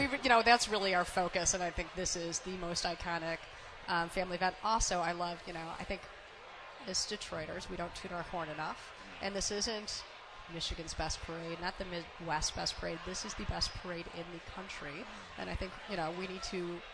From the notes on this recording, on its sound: live from the Parade Company Pancake Breakfast